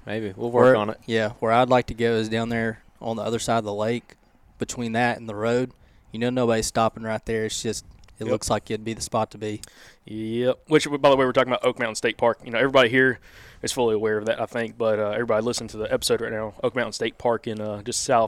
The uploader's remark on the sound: Live from Bows & Brews! We sat down and recorded with a bunch of folks who came out to our first bows & brews event.